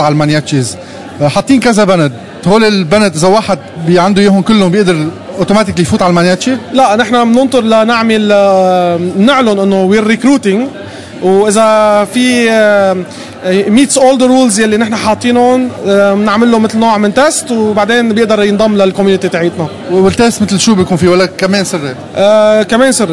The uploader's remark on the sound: Last Friday, the lebanese geeks community met at GeekFest Beirut that was un-organized by the maniachis. I was there with my recorder.